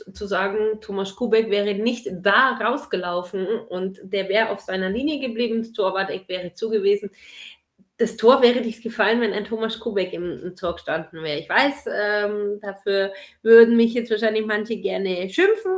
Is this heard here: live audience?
no